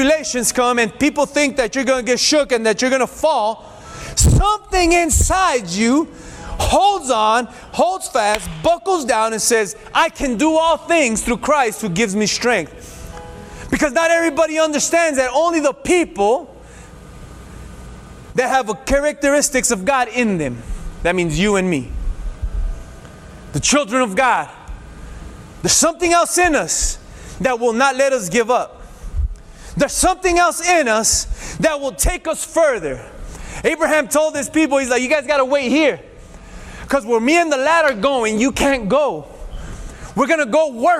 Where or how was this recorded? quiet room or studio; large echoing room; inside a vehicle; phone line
large echoing room